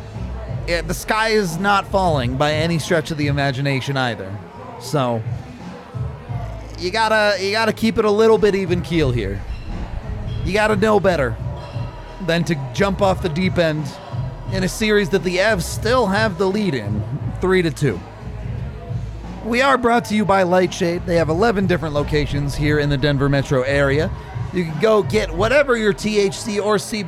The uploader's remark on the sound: Live from the DNVR Bar.